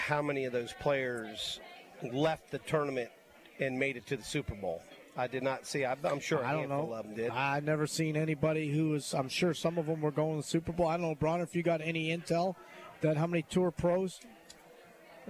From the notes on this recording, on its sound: LIVE from Felix's Fish Camp!